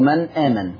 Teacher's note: فأظهرت النون عندما التقت بحرف الهمزة، فالإظهار هو فصل حرف عن حرف، من آمن. عكس الإدغام، فالإدغام يدخل حرف في حرف، والفائدة من الإدغام هي التخفيف، سهولة النطق. · Term: الإظهار الحلقي